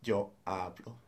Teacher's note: in yo and tú, the accent is actually on the first syllable.